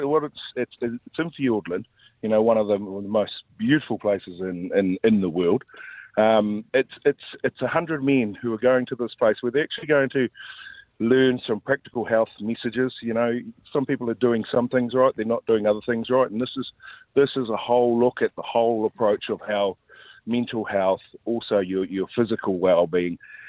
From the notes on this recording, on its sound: We are joined on the phone